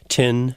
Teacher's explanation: you'll hear thin pronounced as tin · Term: interdental stopping